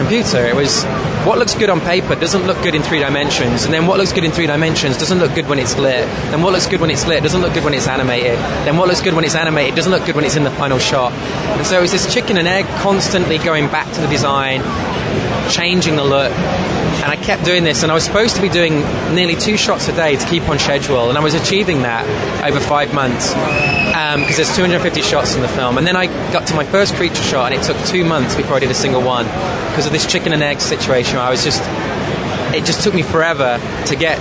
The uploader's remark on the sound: Interview taped on the floor of New York Comic Con